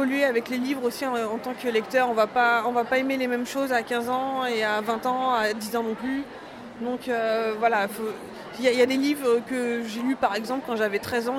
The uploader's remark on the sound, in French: Au Salon du Livre et de la Presse Jeunesse de Montreuil. Effectuant une interview pour la 1ère fois avec un micro tout neuf, mon son est parfois faible mais pas celui de l'interviewée.